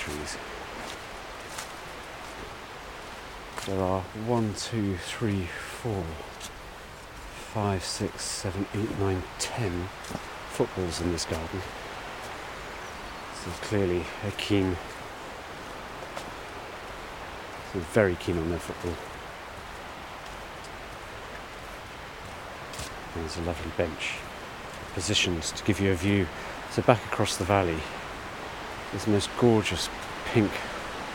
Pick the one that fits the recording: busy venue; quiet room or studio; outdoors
outdoors